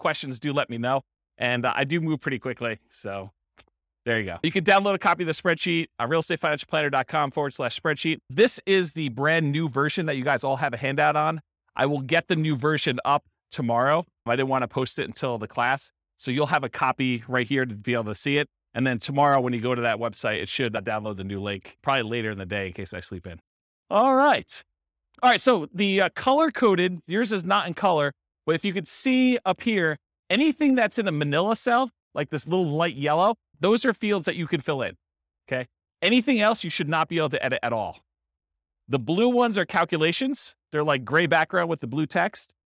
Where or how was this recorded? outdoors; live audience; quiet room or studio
live audience